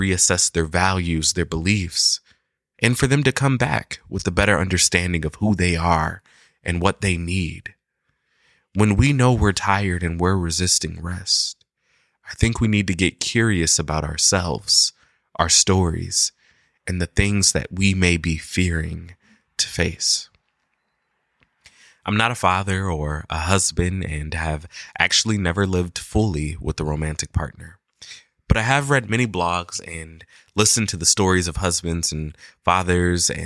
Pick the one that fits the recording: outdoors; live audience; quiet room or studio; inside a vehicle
quiet room or studio